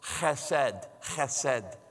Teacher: we don't have this consonant sound in our language, but it's kind of fun to say. It sounds like you're clearing your throat.